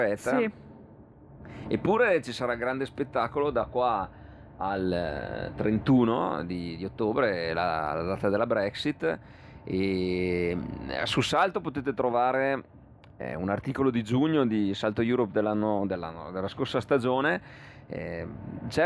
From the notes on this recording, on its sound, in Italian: Io, te e l'ÖBB è Il primo podcast di attualità registrato in treno, sul convoglio mattutino fra Trento e Innsbruck. In una cabina del treno dell'Euregio, frequentato ogni mattina da molti pendolari.